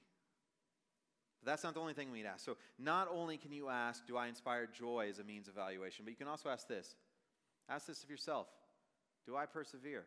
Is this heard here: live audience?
yes